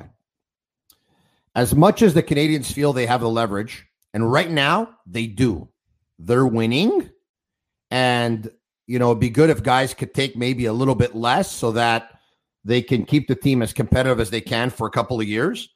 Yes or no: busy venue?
no